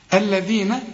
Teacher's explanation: الذين طلع لسانك في الذال